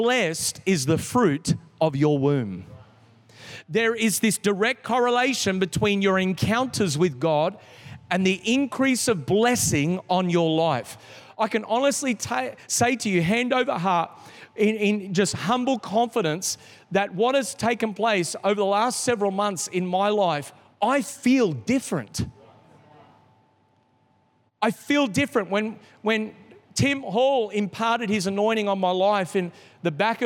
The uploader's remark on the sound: This is the message from the 3rd night of our Three Nights of Fire. Recorded in the 5pm service on Sunday, 23th October 2022.